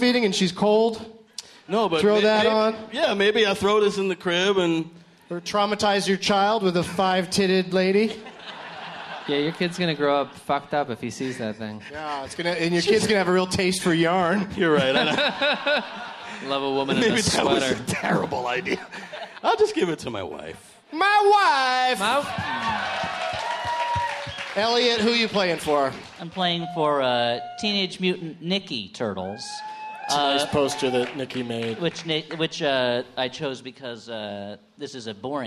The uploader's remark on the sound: Live from the Irving Plaza in NYC